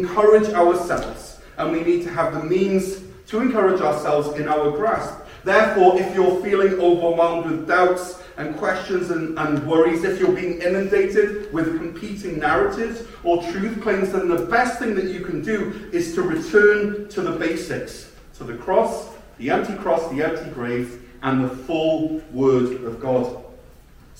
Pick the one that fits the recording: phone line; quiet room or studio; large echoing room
large echoing room